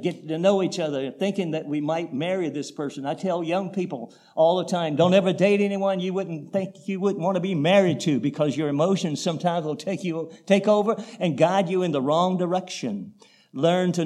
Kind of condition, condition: setting, large echoing room